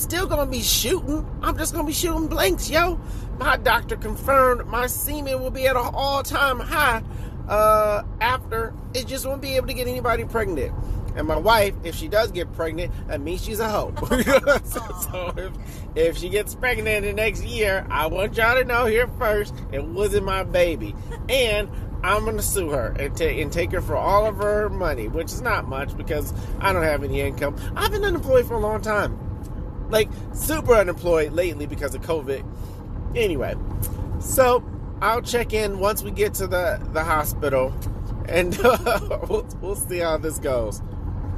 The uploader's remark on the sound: I share a recording on the minutes driving to AND leading up to my Vasectomy back in July.